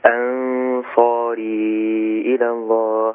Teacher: بخفي النون عند الصاد مع كون إن الغنة بتاعت النون بفخمها عشان جيب بعدها حرف إيه، حرف مفخم، اقول انصاري الى الله.